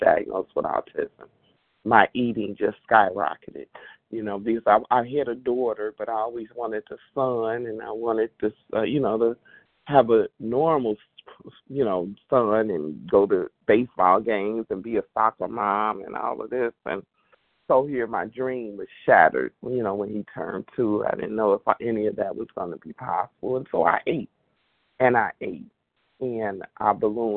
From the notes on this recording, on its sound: qualification from the 100 Pounders Phone Meeting